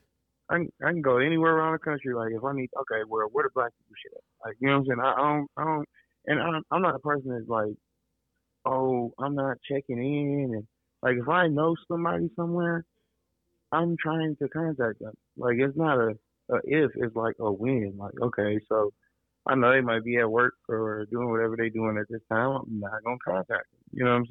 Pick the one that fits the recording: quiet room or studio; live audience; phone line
phone line